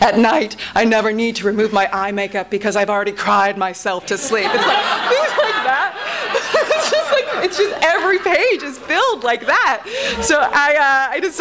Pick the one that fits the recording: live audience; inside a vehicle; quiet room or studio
live audience